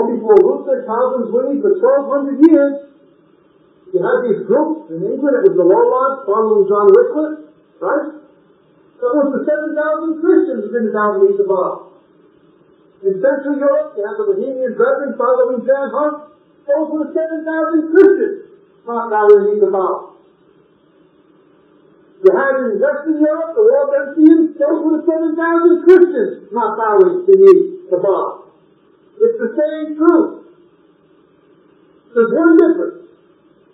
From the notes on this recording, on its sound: we apologize for the poor audio quality